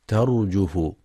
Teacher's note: يخطئ من يقرأ ترجف بكسر الجيم ترجف، والصواب ضمها ترجف